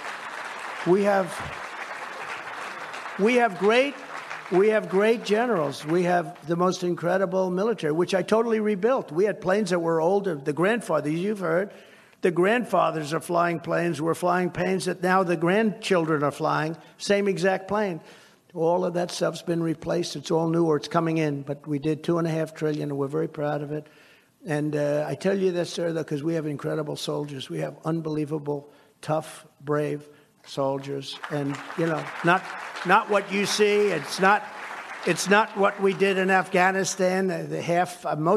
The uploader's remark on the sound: Heritage’s Annual Leadership Conference in Amelia Island, Florida